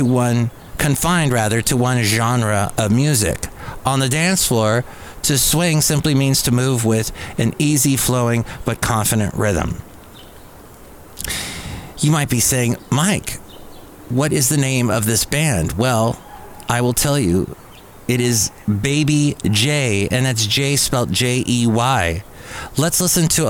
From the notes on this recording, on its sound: podcasts live from Café Anyway